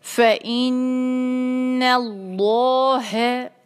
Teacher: नून के फतह को जब मिलाएंगे अल्लाह के लाम के साथ तो हम अल्लाह का लाम जो है वो भारी पढ़ेंगे